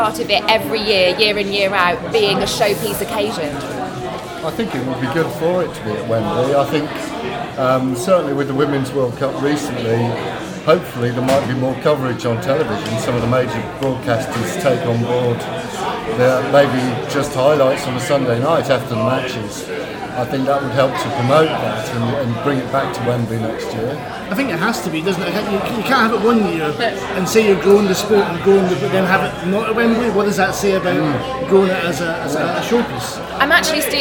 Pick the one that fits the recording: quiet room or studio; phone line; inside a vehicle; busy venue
busy venue